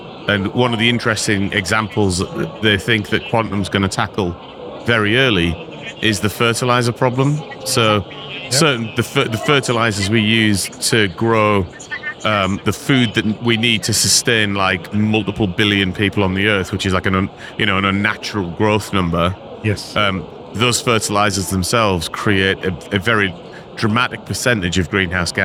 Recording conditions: busy venue